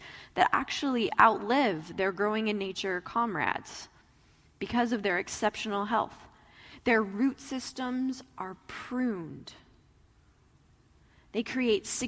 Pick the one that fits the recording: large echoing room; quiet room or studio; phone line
large echoing room